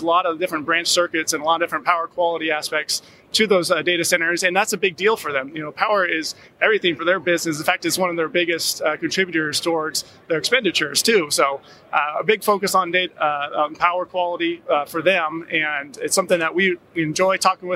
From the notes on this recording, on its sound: from the Channel Partners Conference & Expo showroom floor